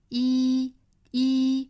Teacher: 一定要注意这个一的发音，像我们汉语里面这个衣服的衣，嘴角裂开形成一个紧张的唇形